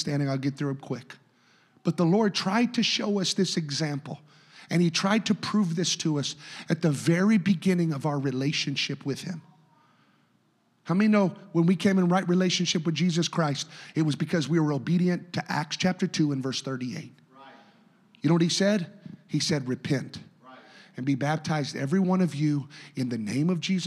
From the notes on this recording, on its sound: a service recording from Connect Point UPC